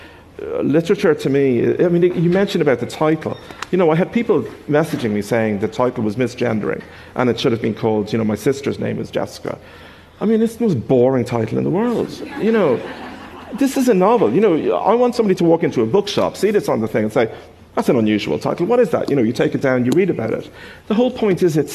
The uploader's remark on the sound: Hay festival special. Highlights from the annual books festival held in the Welsh town of Hay-on-Wye.